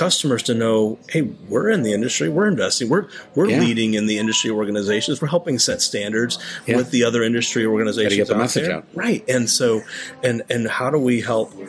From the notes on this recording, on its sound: This episode was recorded in Barcelona Spain at the 2023 Shoptalk Europe Conference.